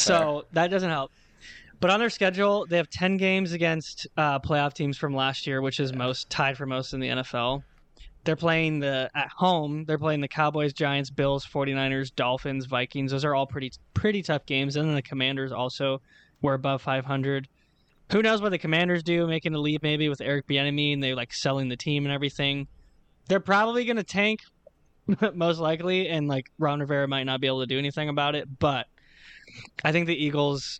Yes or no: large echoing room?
no